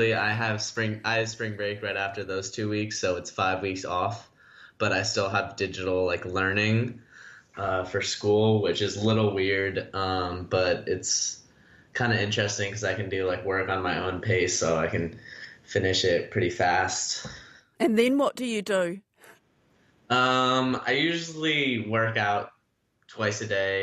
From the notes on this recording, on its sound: Like millions in the Bay Area of California. We Skype them.